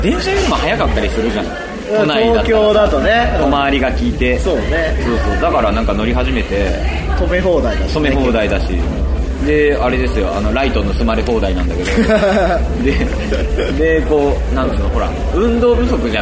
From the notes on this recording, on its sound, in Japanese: 2009年最後の録音はクリスマス一色に染まる渋谷lounge neoでのライブ楽屋からお届け。